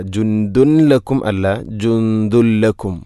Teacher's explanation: ജുന്ദുൻ, അതുപോലെ ദാലിൽ തൻവീനാണ്, ശേഷം ലാം, ഇദ്ഗാം ബിലാഗുന്ന, തൻവീനിനെ ലാമിലേക്ക് കൂട്ടിലയിപ്പിക്കണം. അപ്പോൾ നൂനിൻ്റെ ശബ്ദം കേൾക്കൂല. ജുന്ദുൻ എന്ന ശബ്ദമില്ല.